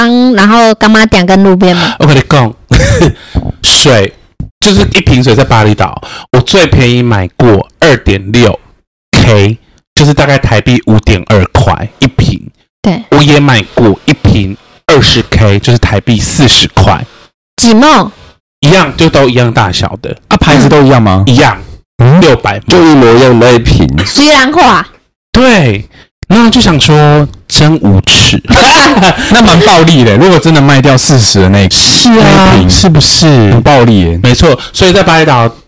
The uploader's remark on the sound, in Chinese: 這集音質很容易破音，大家都太激動了。